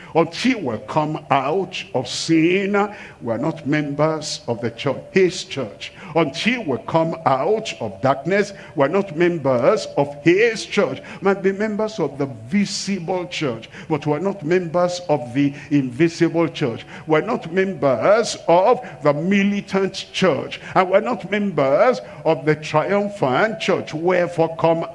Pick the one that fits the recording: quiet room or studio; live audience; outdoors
live audience